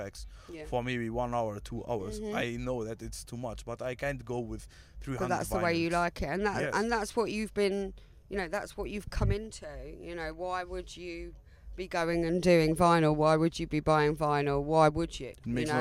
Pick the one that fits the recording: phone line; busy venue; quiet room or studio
busy venue